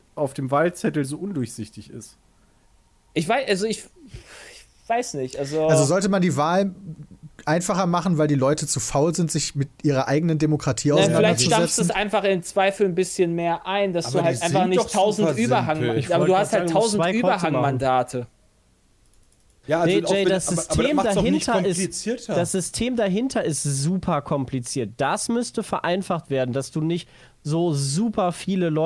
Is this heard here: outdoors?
no